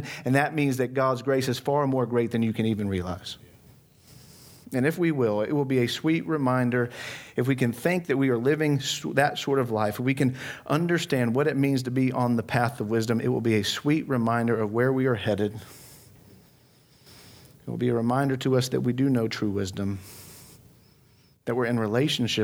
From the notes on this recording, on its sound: from the Christ Centered & Clear Conference in Dallas, TX on December 5, 2022